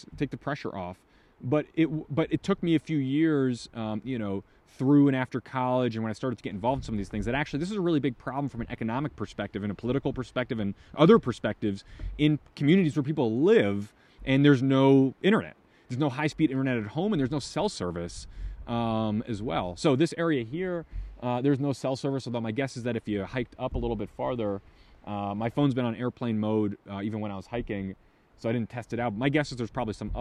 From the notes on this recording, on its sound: This episode was filmed/recorded while camping in Custer-Gallatin National Forest, Montana.